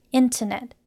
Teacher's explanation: 重音在第一个音节，后面两个音节都比较短，也念得很轻，念起来很快，听起来最后一个 T 会有点听不到，或是听起来比较像 D。